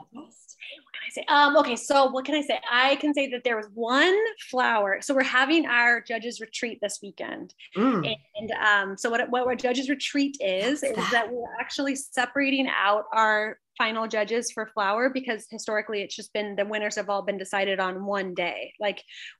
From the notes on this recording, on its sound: Episode recorded in New Braunfels, Texas via Zoom.